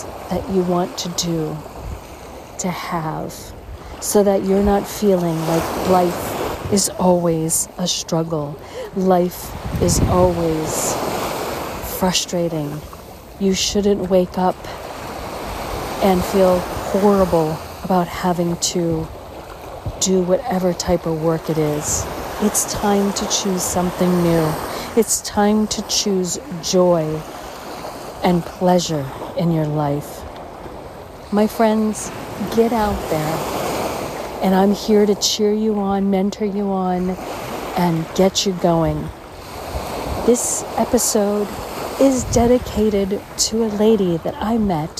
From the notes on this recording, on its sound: On Location Walk and Talk. Isla Catalina, Dominican Republic.